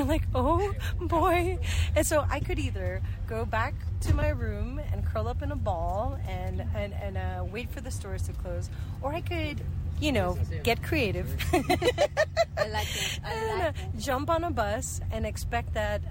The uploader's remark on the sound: Live from a Guatemalan chicken bus